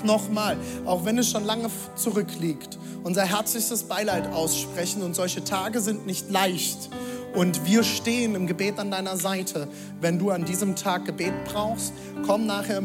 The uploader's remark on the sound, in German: Audiomitschnitt der Predigt